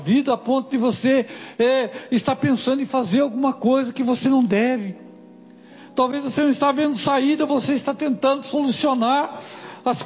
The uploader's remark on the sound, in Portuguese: Culto gravado 30/09/2022 - Culto de Cura e Libertação.